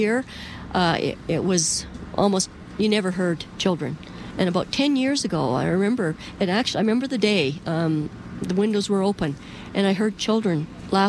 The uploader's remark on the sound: On The Road : Bridgeland. We are live on location at the site of the former Calgary General Hospital.